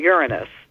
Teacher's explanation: stressing the first syllable